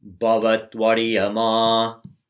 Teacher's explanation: So when the v, or the actually the atu combines with ariyama, we say bhavatvariyama. So the u turns into a v so that you can pronounce the ariya, the following word ariya.